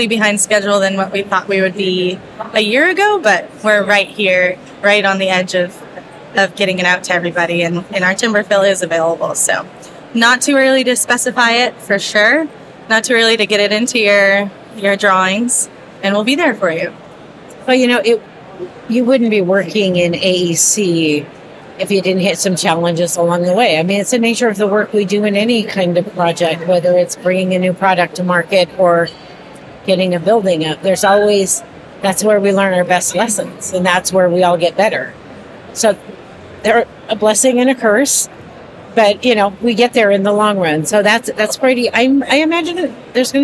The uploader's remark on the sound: a LIVE conversation from the 2023 Greenbuild International Conference and Expo in Washington D.